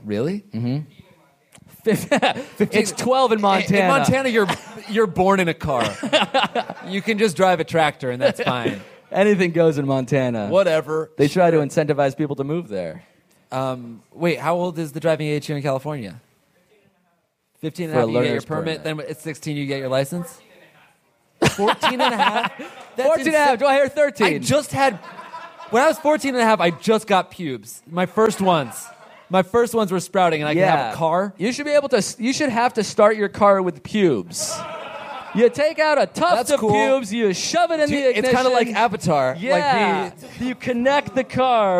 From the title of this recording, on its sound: live from L.A. Podfest!